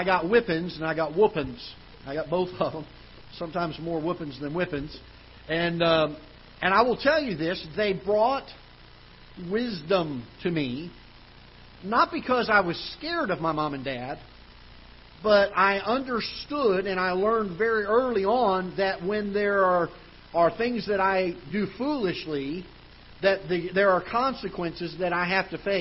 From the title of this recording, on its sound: Ketha Heights Baptist Church ~ Live Broadcast